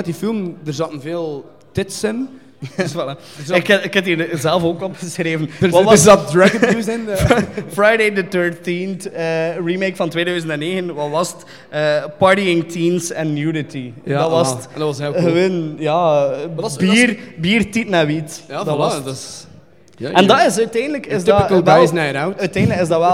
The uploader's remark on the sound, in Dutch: Onze eerste live vuurdoop als podcast is een feit! Speciaal voor het Razor Reel Flanders Film Festival hebben we een special rond horror remakes in elkaar gestoken.